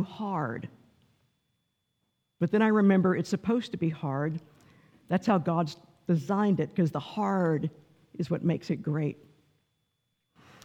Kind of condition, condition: setting, large echoing room